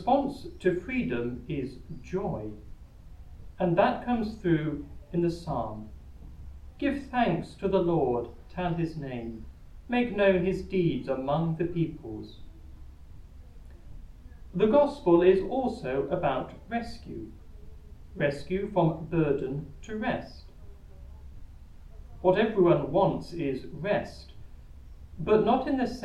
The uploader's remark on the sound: Recorded live at Southgate House